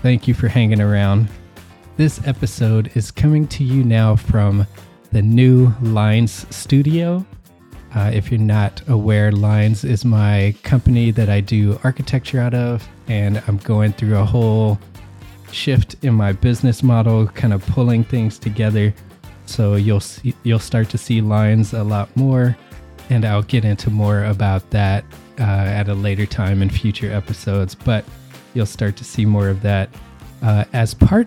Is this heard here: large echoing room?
no